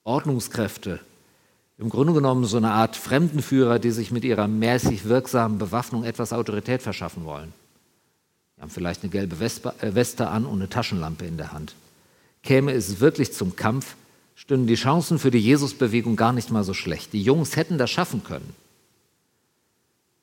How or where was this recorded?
large echoing room